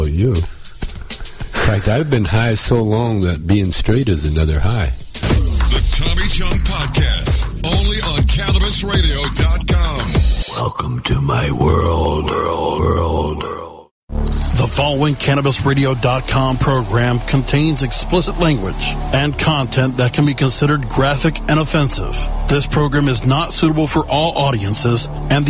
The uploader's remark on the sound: attempted live prank calls